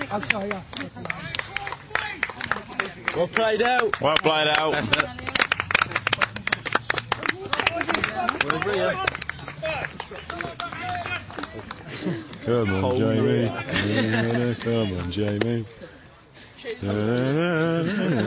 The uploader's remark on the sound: We took a mic down to Brackley Town's penultimate game of the season and commented on what was a thrilling encounter between two top young teams.